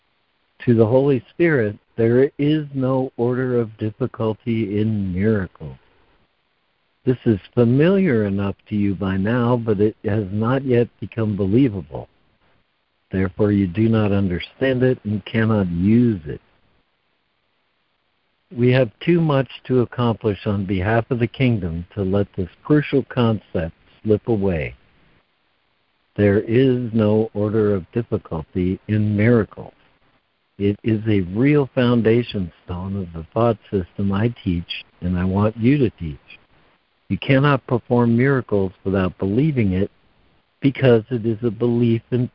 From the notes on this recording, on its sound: ACIM Daily Conference Call.